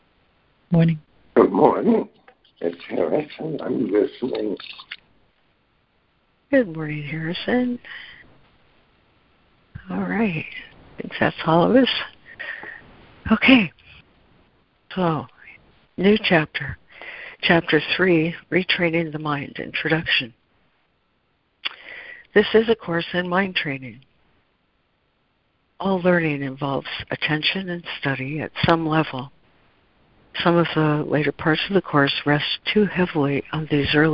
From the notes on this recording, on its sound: ACIM Daily Conference Call